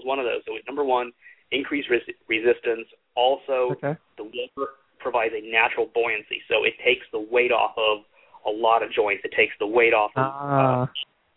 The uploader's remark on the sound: takes your calls live